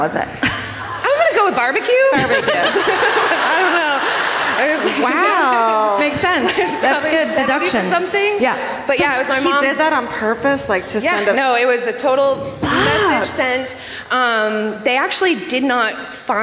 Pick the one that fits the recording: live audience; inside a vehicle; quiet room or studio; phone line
live audience